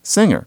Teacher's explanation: singer, with the engma in the middle, not just an N and a G, because you have to have a system that indicates why we say singer, but finger.